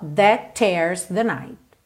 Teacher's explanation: Percebe como você liga o that no tears com um T só?